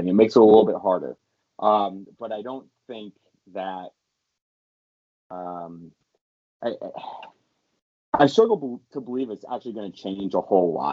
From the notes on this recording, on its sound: First off, apologies for the horrible audio - we'll get better.